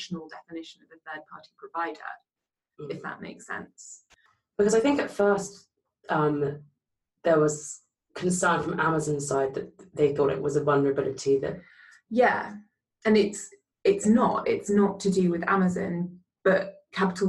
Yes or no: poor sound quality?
yes